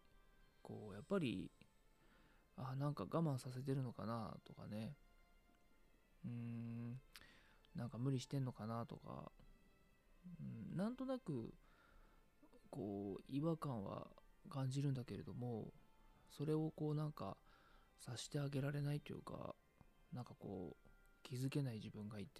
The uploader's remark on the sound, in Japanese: こっそり収録しているので、小声です。